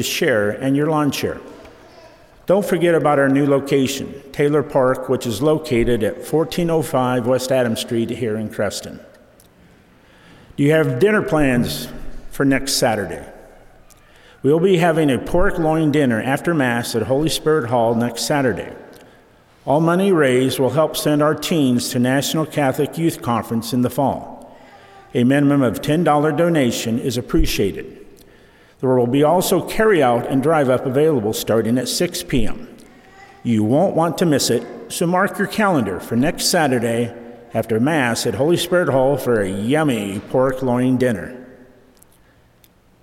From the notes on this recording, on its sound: Recorded on Saturday, June 17, 2023 at Holy Spirit Catholic Church in Creston, Iowa.